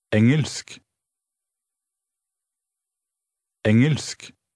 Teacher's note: Note how the middle of the word engelsk is pronounced. The faint G sound almost disappears.